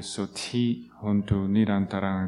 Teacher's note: E a diferença entre um T e um TH, o TH ele fica meio aspirado, como se fosse TA.